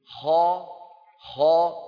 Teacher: العرب في زمن النبوة كانوا إذا قال الواحد منهم خا خا يضغط صوت الحرف إلى سقف حلقه · Term: حروف مستعلية